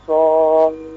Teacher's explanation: so-nya dipanjangkan, kemudian fa-nya bertasydid ya